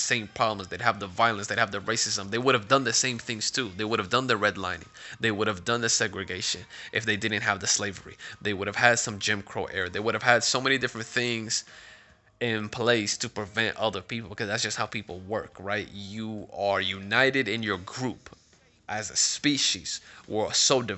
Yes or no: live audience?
no